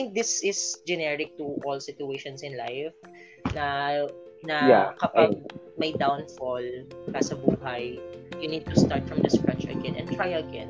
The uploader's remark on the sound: Listen intently and eaves drop to our UNEDITED conversation. Oops, audio's a bit distorted as this is my dry run adding folks to my podcast.